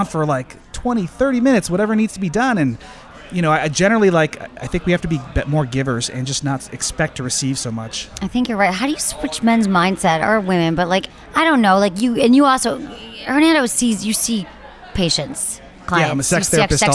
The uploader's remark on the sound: live from a sex toy expo